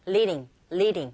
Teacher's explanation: 모음과 모음 사이의 드 사운드도 트 사운드와 똑같이 R 소리에 가깝게 들리게 되죠